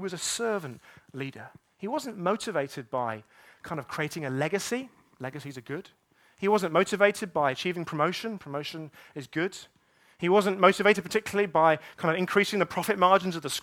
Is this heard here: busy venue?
no